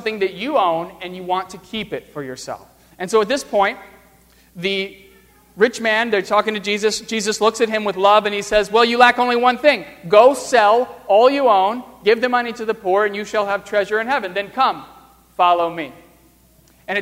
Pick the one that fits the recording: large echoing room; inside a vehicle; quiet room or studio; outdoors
large echoing room